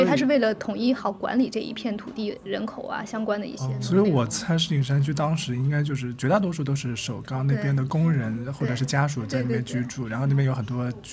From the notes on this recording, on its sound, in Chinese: 我们最近参与了一次 Airbnb 的体验活动，名为「在首钢老工业区体验工业改造历程」。本期是我们首次尝试在公共空间录音，在设备调试和场地选择方面缺乏经验，因此录音质量不如往期，请各位见谅。序曲 是我们进入首钢 3 号高炉改造空间时的现场录音。